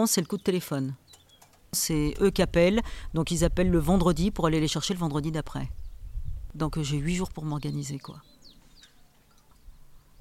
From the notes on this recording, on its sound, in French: Quant au voisin, il démarre sa tondeuse à l'instant où nous finissons l'enregistrement.